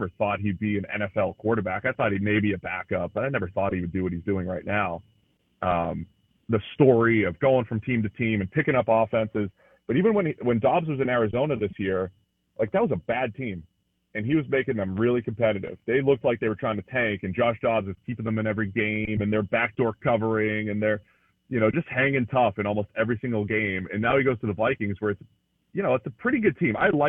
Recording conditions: phone line